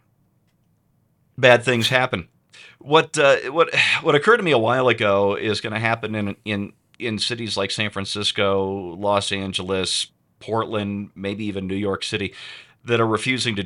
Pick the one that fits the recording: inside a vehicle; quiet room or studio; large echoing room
quiet room or studio